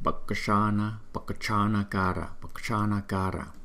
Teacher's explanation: Chữ K này chúng ta đọc hơi yếu yếu một chút